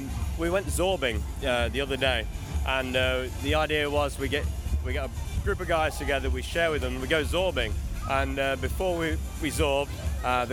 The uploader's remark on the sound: LIVE from CreationFest 2015